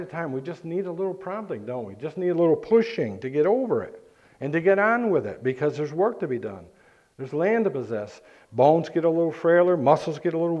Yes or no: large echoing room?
yes